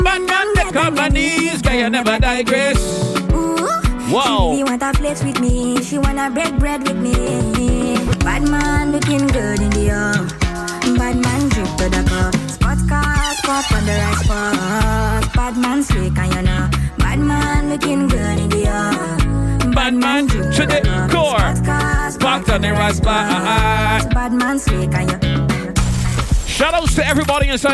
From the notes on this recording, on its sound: LE JARDIN DU BELAIR LIVE AUDIO.